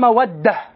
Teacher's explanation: فعلى القاعدة الصرفية ينبغي أن يقال مودة بإدغام الدالين